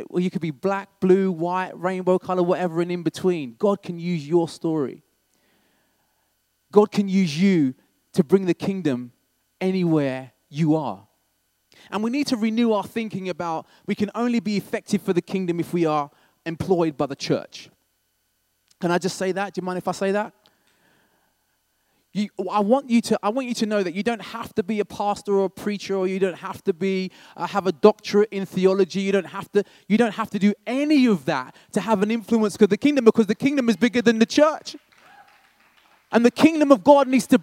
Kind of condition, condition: setting, large echoing room